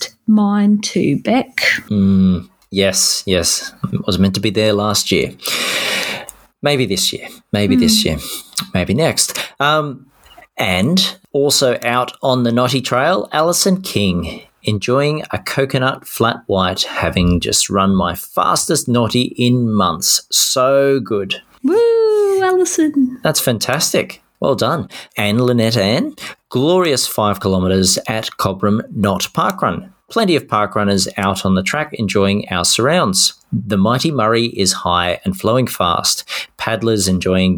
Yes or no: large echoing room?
no